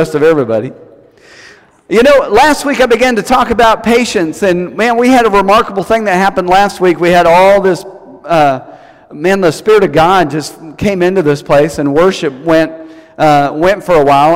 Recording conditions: large echoing room